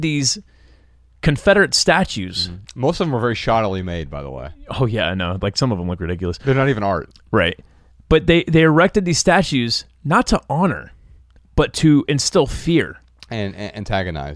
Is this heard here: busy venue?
no